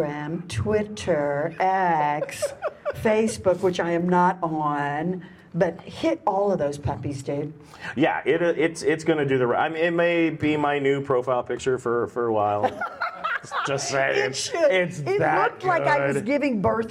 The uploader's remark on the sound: Panel from the Colorado Festival of Horror.